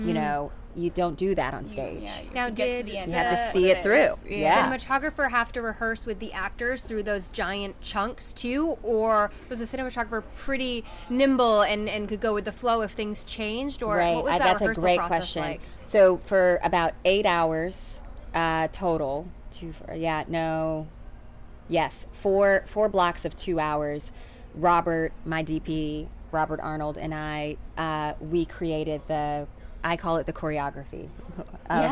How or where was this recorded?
busy venue